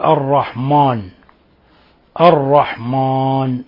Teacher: ومن الأخطاء التي تقع وخاصة عند الأعاجم تفخيم لفظ الميم من الرحمن